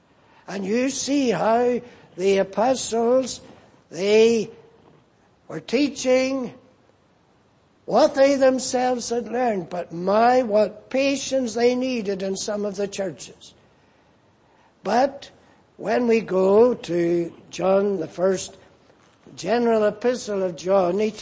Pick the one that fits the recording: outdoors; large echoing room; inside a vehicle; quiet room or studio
large echoing room